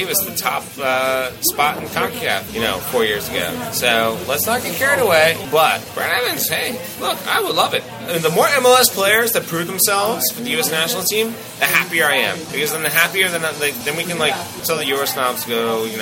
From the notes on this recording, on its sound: Outside of Darby Road Public House &#38; Restaurant. Outside of Darby Road Public House & Restaurant.